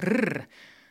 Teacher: je begint met een Italiaanse rollende tong-R. Dat is dus rrr dan flapt het puntje van je tong tegen je gehemelte.